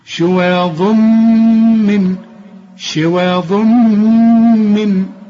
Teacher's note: شواض وتنوين وبعده ميم ادغام كامل بغنة، اقفل شفايفك هنا واسمعها